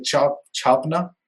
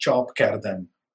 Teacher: And in Persian, they call it chop kardan, just to print. The Hindi aspirate is simply dropped because the Persians don't have an aspirate in their language. · Shown in: second take